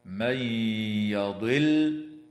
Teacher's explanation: وتدغم النون الساكنة في الياء مع الغنة